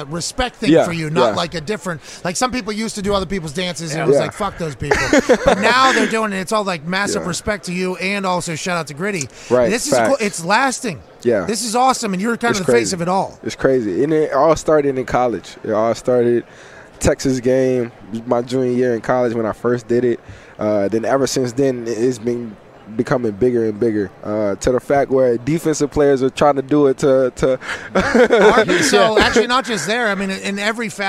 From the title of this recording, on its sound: LIVE From Radio Row In LA